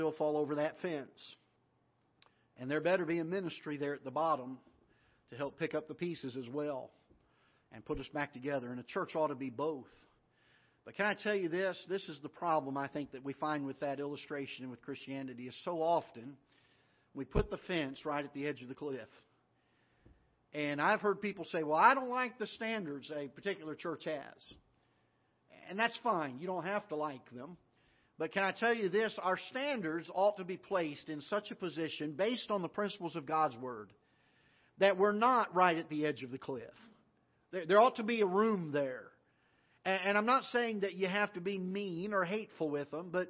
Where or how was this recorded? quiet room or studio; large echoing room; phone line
large echoing room